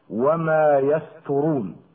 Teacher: وأحيانا نجد من يخطئ في التلاوة فيجعل الطاء تاء لتجانسهما في المخرج ولمجاورتها السين